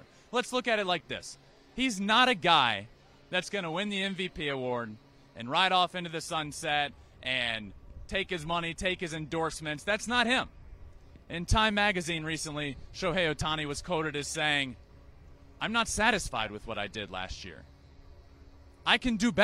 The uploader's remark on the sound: LIVE from Angels Stadium in Anaheim for MLB Opening Day!